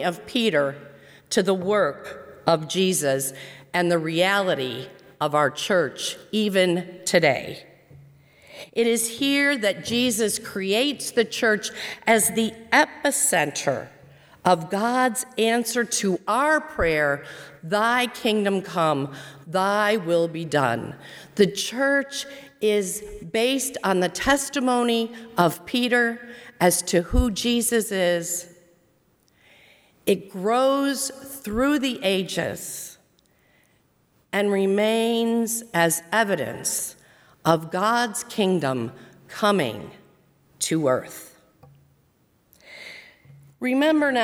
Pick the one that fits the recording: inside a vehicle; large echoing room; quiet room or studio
large echoing room